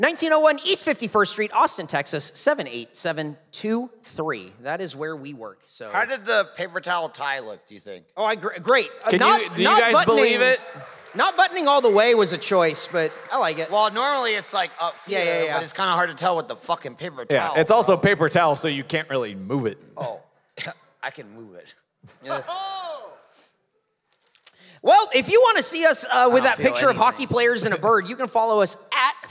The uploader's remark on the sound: This episode was recorded Live in Chicago at Thalia Hall.